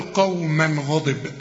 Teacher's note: عند الوصل بعدها غين، الغين من حروف الإظهار، مش هغن، أقول قوما غضب، ما أقولش قوما غضب، لا قوما غضب.